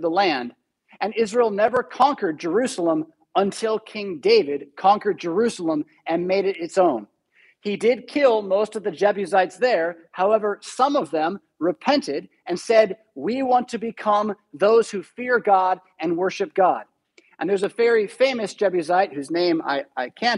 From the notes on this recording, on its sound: Preached at St Paul Lutheran Church , Rockford, Illinois on November 28, 2021.